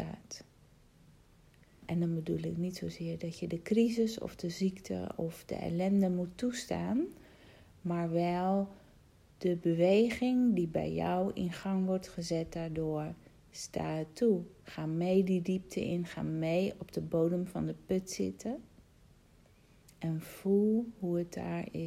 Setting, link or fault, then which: fault, phone or laptop microphone